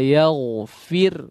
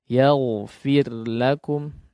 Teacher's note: nah ini ra-nya tipis lagi